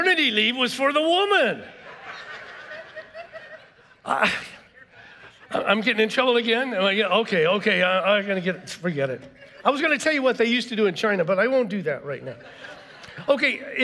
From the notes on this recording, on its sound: was preached on March 13th at the 10AM service